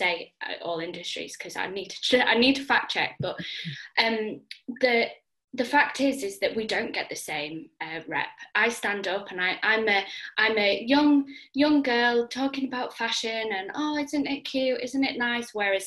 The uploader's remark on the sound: I sat down (over zoom!)